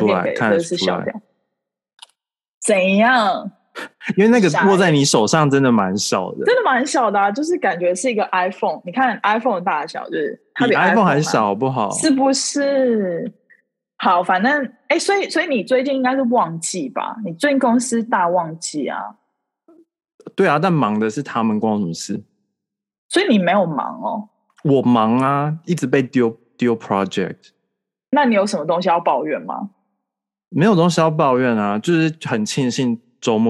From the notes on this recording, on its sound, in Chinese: Zoom拉近你我之間的距離。第一次在Zoom上面錄Podcast，其實滿有趣的！不知道為什麼聲音聽起來不一樣，特別有磁性。